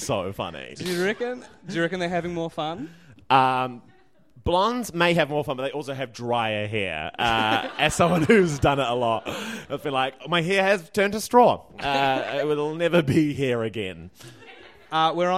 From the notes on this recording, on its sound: LIVE from Auckland’s Basement Theatre in front of a sold-out audience.